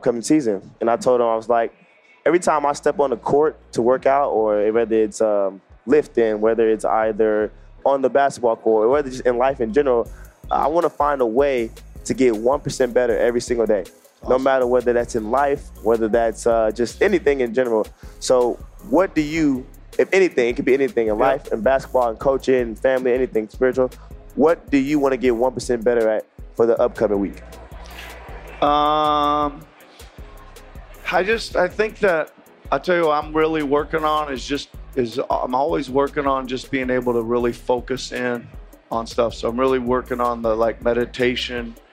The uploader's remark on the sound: LIVE from NBACon at Summer League